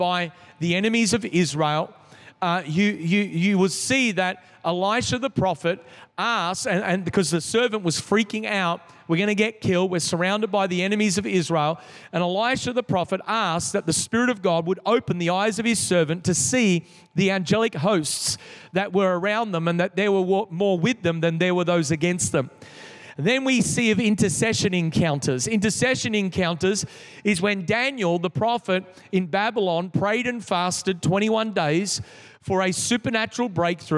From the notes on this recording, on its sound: This is the message from the 3rd night of our Three Nights of Fire. Recorded in the 5pm service on Sunday, 23th October 2022.